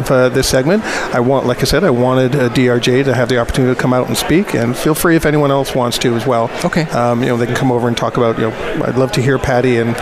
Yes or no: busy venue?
yes